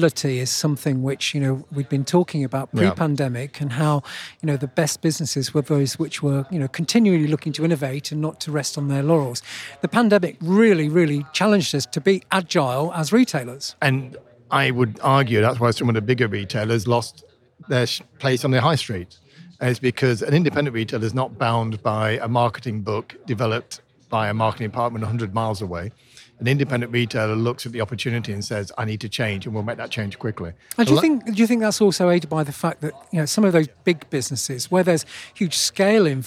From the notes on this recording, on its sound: Recorded at Spring Fair 2022. Recorded at Spring Fair 2022.